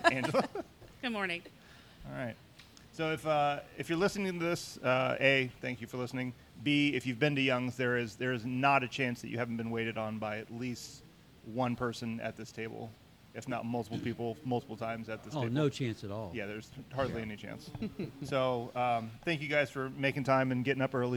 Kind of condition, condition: setting, busy venue